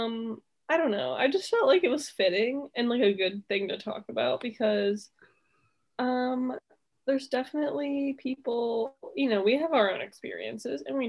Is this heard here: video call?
yes